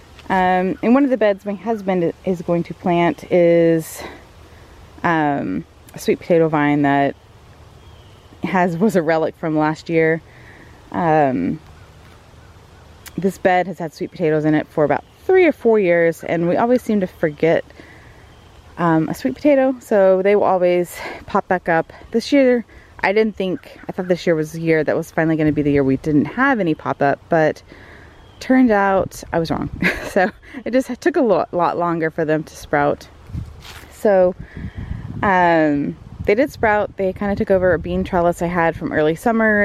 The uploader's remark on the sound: This is the first in a series of solo episodes for late fall/early winter. I recorded an audio tour of the the edible garden! There’s a chorus of crows to add some ambiance throughout the show!